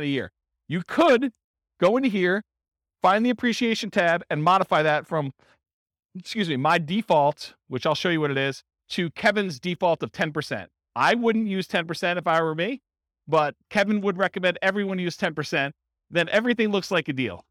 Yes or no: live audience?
yes